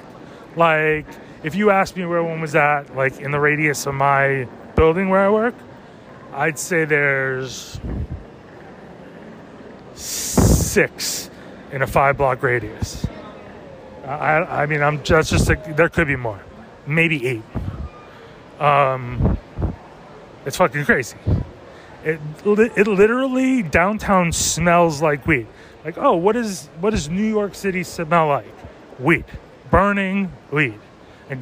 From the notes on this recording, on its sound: A VERY SHORT, COMPLETELY SPONTANEOUS, PERHAPS TOO LIT, TOTALLY UNEDITED, BUT PRETTY EPIC (if I do say so) RANT ABOUT THE CITY. LIVE FROM PENN “FUCKING” STATION. NO INTRO.